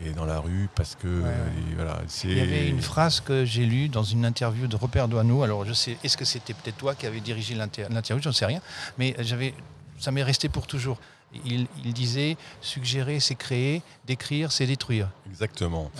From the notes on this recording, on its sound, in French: Dans ce podcast enregistré le 7 mai dans la cour des Rotondes